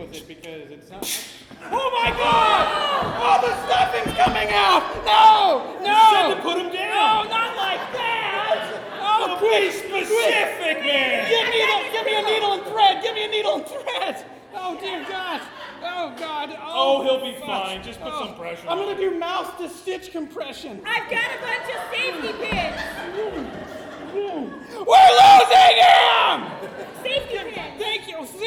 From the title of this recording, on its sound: Live at The Establishment